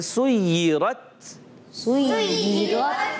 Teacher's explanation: شدت کی وجہ سے سختی کے ساتھ آواز بند ہوتی ہے اور پھر پستی کے ساتھ نرمی کے ساتھ سانس جاری رہتا ہے اور ایک آواز آتی ہے، چھوٹی سی ہلکی سی آواز آتی ہے جیسے کوئی سانس جاری ہوا، جیسے سویرت.